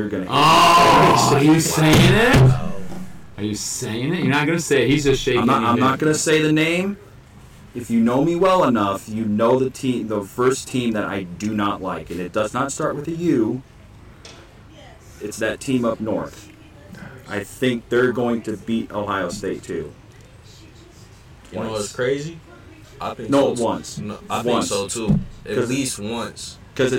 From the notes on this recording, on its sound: Join us this week as we are live from Potato Creek State Park for the 23rd Annual CCF Church Campout.